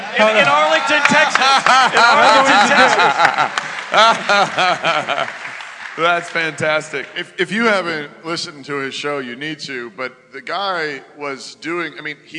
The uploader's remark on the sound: Fight Laugh Feast Conference: LIVE SHOW!!!